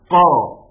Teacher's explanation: من عند اقصى اللسان مع ما يوازيه من الحلق عند اللهاء